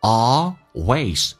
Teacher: A 这个发音打开口腔一点点，嘴角往后咧，再滑动到 E 这个发音